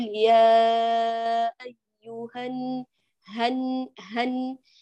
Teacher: هذه حبيباتي الألف المدية والهمز سقطتا لالتقاء الساكنين كما اتفقنا، لأن همزة الوصل حال الوصل تسقط ولا تنطق، ثم اللام سقطت لأنها أدغمت ودخلت في النون، فنقول يا أيها هن هن من الهاء للنون، هن هن سو.